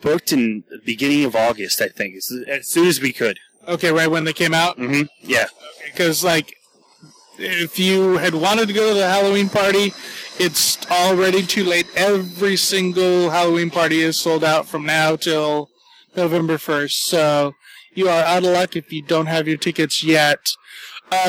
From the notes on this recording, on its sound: special podcast recorded on-location at Disneyland